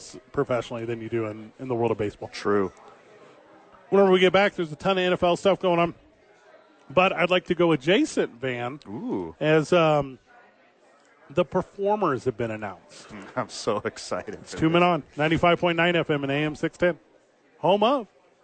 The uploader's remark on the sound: live at Sadies!